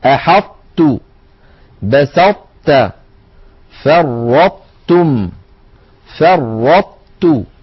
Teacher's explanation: نلاحظ ذلك على الشاشة من خلال اللوحة التعليمية في درسنا اليوم، نرى على الشاشة الإدغام الناقص هو إدغام حرف قوي الصفات بحرف أضعف منه، بحيث تبقى الصفة القوية ظاهرة، ومن تلك الصفات صفة الإطباق، وذلك عند إدغام الطاء في التاء نحو أحطت، بسطت، فرطتم، فرطت.